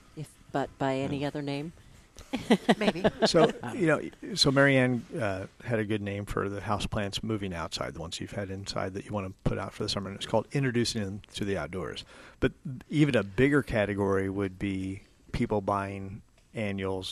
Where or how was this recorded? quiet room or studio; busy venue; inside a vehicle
busy venue